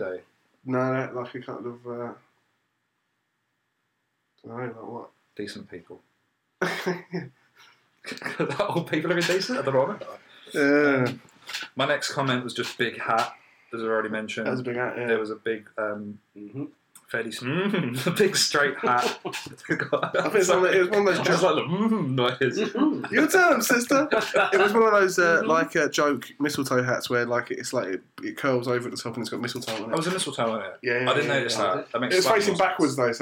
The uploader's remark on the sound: Apologies for the quality of the recording across these 3 episodes. The laptop had switched mic inputs.